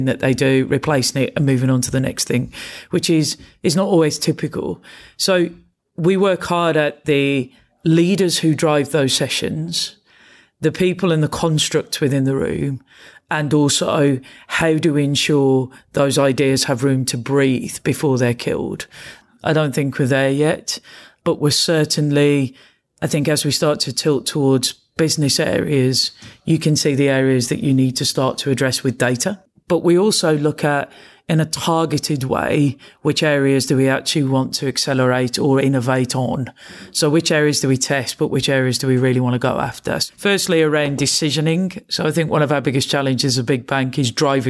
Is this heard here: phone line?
no